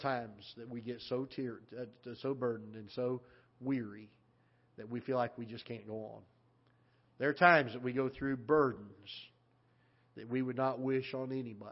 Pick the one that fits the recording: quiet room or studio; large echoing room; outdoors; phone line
large echoing room